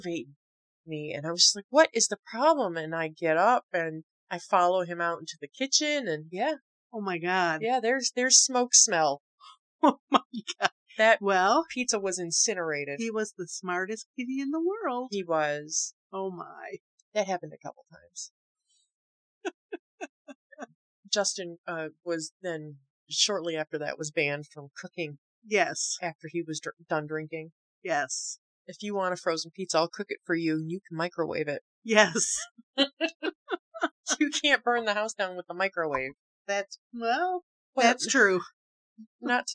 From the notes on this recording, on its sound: We had faux Rabbit Stew and hella technical difficulties.